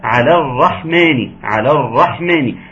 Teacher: هننتقل من اللام المفتوحه للراء المفتوحه هنسقط الياء بتاعة على، وهنسقط همزة الوصل، وهنسقط الراء، ونقول ايه؟